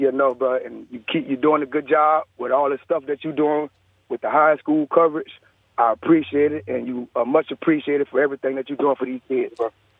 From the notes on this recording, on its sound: We go to the phone lines.